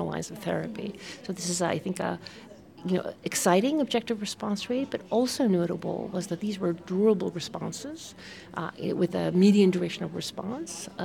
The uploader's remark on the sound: recorded live at the American Society of Clinical Oncology (ASCO) Annual Meeting